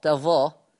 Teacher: يقرأ حفص بفتح التاء والظاء تظا، خلاص بس بيخفف الظاء حفص